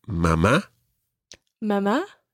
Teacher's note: Mama and papa both have accents on the last syllable. Normally, Spanish words are pronounced on the second last syllable.